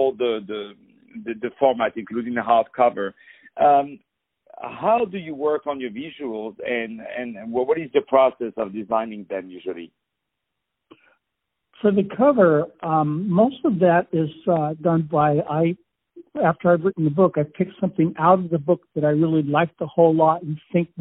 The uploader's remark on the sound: On the phone